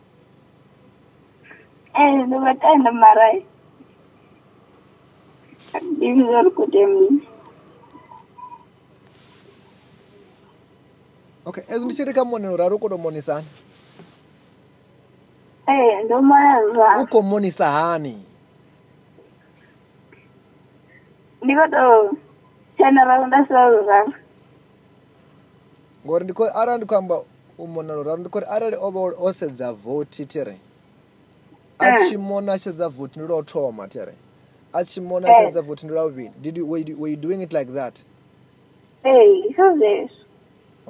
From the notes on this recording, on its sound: healing over the phone